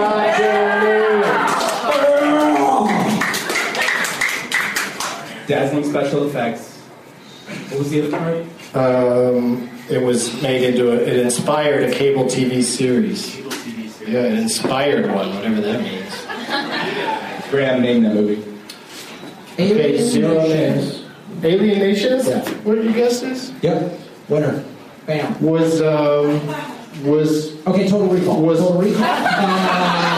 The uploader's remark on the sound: In a hotel room. Playing the Leonard Maltin game against audience members at the American Comedy Co in San Diego, CA.